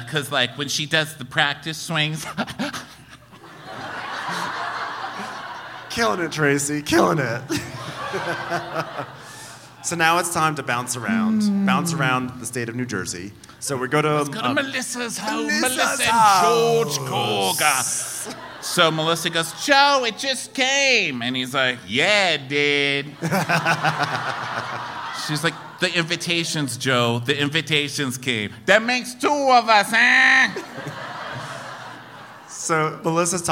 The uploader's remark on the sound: Live from Denver